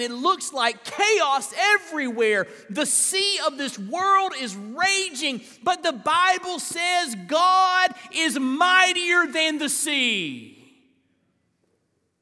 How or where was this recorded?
large echoing room